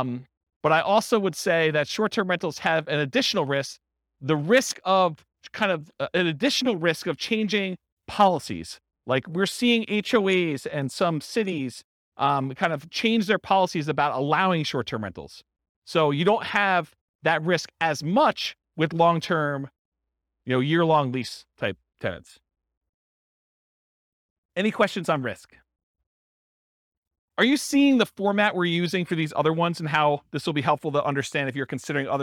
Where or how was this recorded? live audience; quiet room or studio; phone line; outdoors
live audience